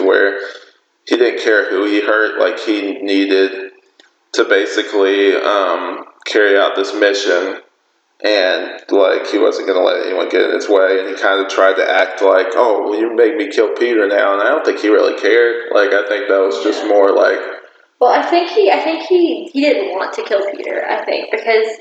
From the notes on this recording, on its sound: Sorry for any audio issues